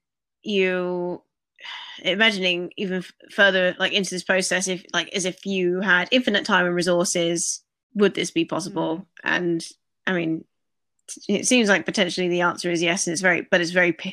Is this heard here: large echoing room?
no